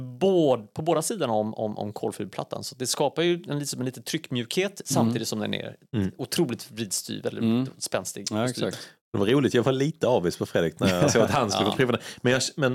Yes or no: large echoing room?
no